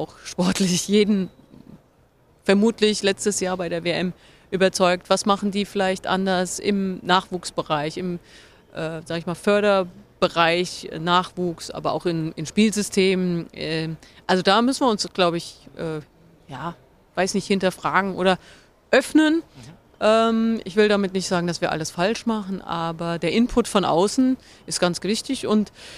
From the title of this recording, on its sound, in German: live vom SPOBIS